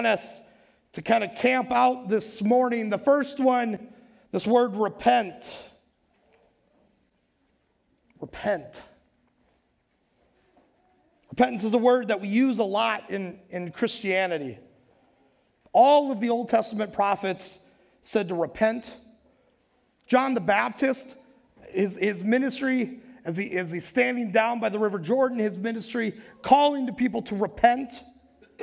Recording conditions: large echoing room